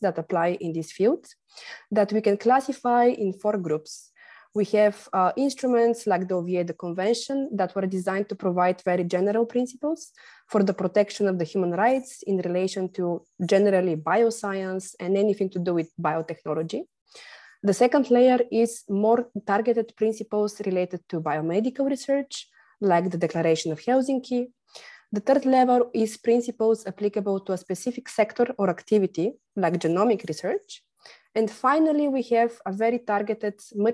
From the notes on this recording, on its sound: Originally a live webinar